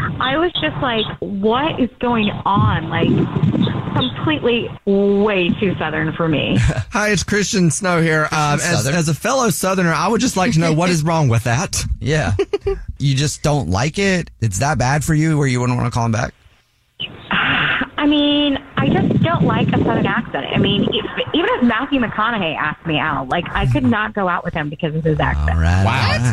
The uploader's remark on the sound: We get that other person on the phone.